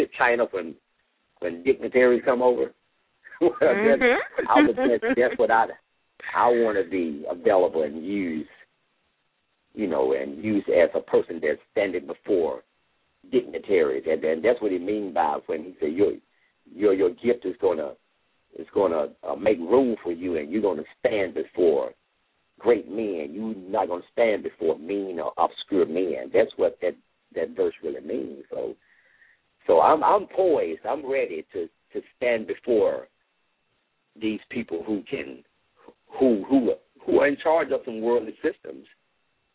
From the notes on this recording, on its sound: LML uses a progressive live call in format.